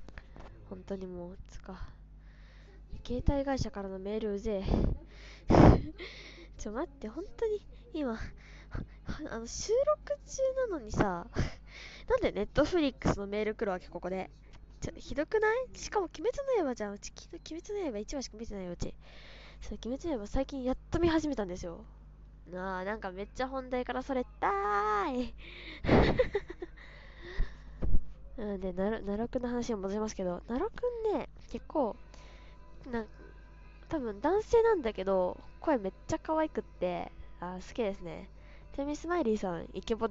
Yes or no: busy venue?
no